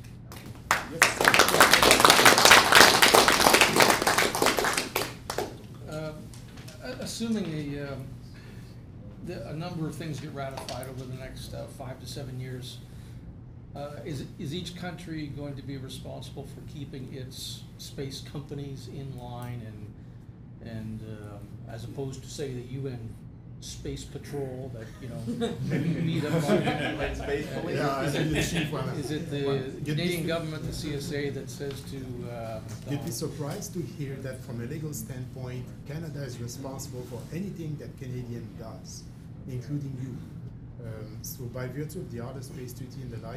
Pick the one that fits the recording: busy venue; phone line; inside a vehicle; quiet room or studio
busy venue